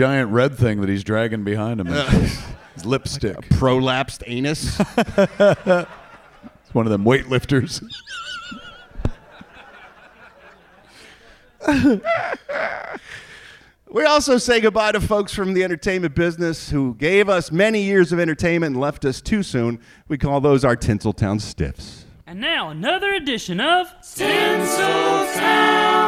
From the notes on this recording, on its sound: perform live at SMODCASTLE CINEMAS in Atlantic Highlands, NJ